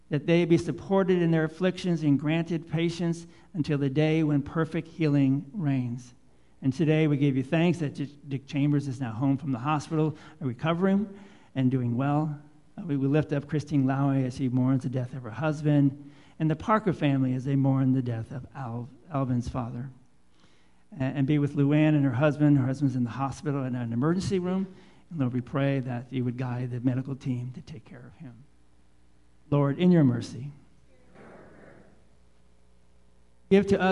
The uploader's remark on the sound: Live Worship Service